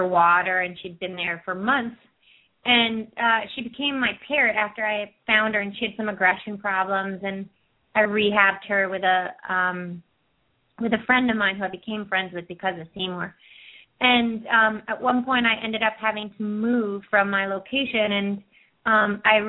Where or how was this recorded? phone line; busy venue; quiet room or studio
phone line